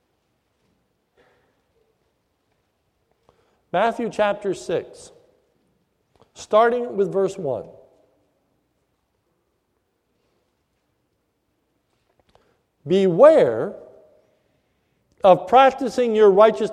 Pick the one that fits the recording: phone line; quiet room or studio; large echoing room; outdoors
large echoing room